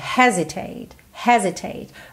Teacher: a sílaba tônica dessa palavra é a primeira